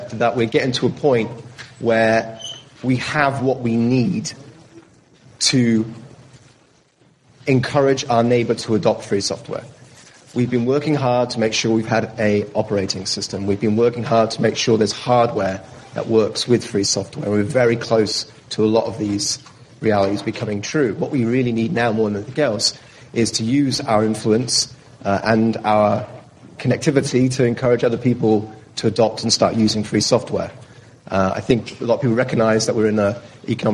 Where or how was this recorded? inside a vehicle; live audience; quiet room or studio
live audience